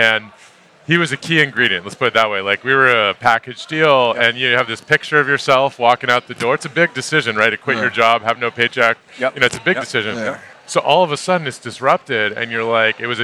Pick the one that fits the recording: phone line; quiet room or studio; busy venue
busy venue